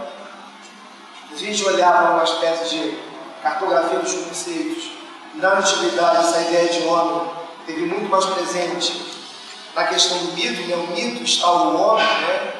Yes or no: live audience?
yes